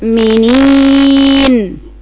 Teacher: ما بطولش النون كده لأنه ده حرف مش رخو ده حرف توسط